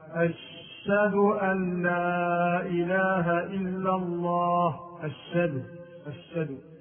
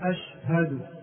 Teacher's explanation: يحذف الهاء ويشدد الشين في لفظ الشهادة · Shown in: first take